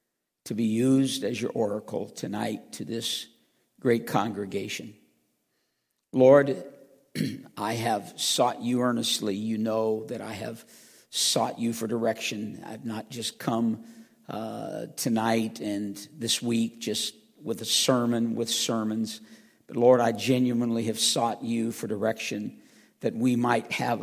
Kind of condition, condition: setting, large echoing room